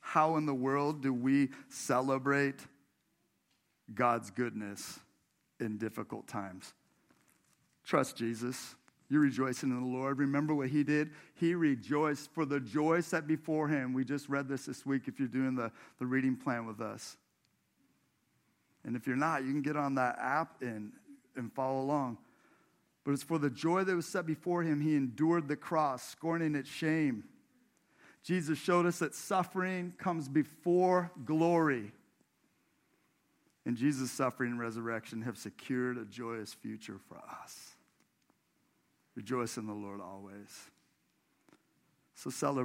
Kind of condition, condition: setting, large echoing room